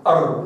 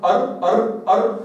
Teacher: أما في الراء فاللسان صعد إلى أعلى وارتفع إلى أعلى، أر هكذا، فرأس اللسان المدببة أو هذه النقطة ارتفعت إلى أعلى واصطدمت بما يسمى منطقة التعاريج. أنت كده حك اللسان كده في نقطة أر أر أر، تجد وكأن هناك خطوط في الحنك الأعلى في هذه المنطقة اللي هي قبل اللثة مباشرة من الحنك الأعلى.